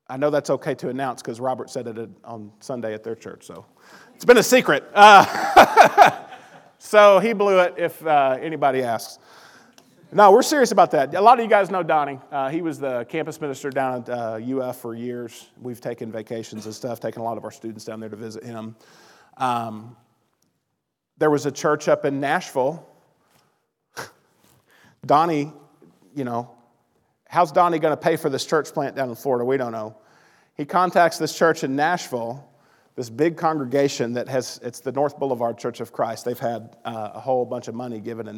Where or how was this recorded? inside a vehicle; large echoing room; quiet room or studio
large echoing room